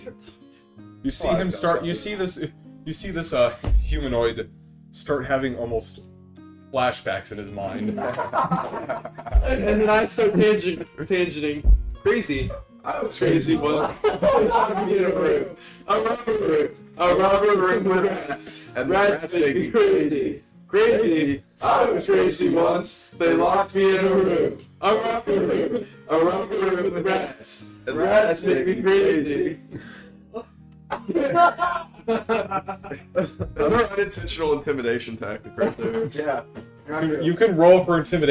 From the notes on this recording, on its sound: I know the audio quality is not excellent, but I've hopefully fixed it for our next recording session.